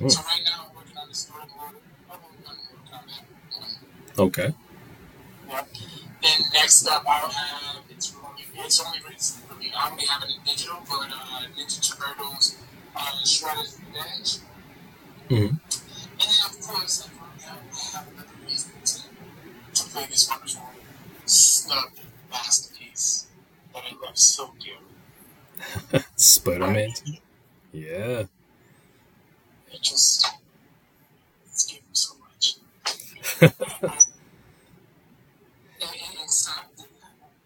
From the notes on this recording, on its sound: Major apologies for the sound quality in this week's episode!